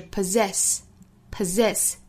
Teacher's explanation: 它的动词形式是 possess, possess,中间的两个 S 也是读浊音的